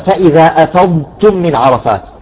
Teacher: انتبهوا كيف استطلت بالضاد · Term: استطالة الضاد